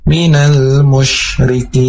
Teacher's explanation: huruf shin, atau harus keluar dibarengi dengan nafas